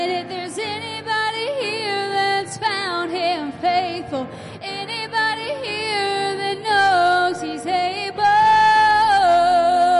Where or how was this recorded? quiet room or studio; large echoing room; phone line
large echoing room